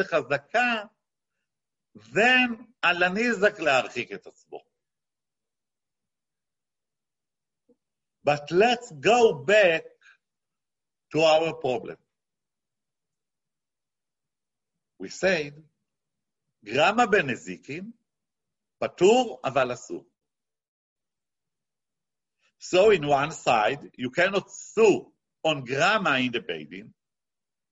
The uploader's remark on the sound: this ZOOM presentation